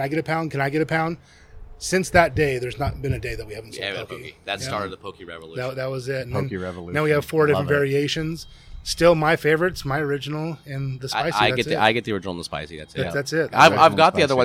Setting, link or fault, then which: setting, busy venue